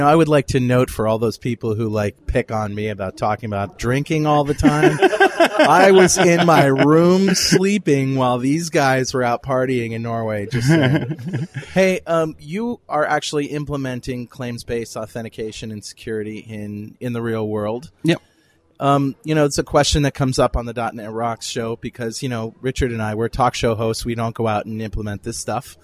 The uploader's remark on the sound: While at the Norwegian Developers Conference in Oslo